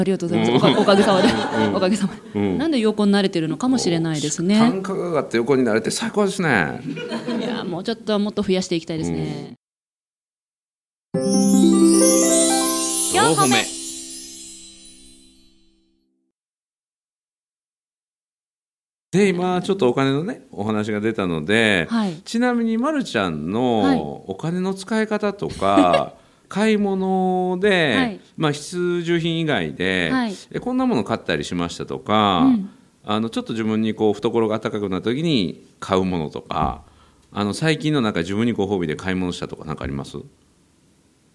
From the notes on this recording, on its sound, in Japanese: 6月に大阪で行われた公開収録。急遽、当初予定になかった３本目を追加収録しました。